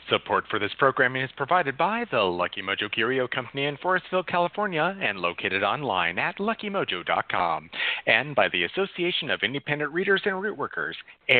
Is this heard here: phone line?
yes